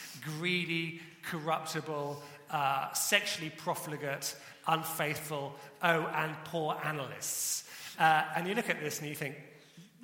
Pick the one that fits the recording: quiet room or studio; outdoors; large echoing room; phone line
large echoing room